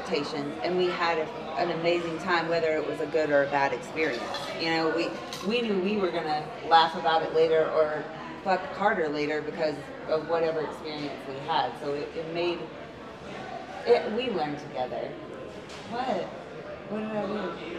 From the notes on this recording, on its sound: The Mocha's live at Splash Mocha.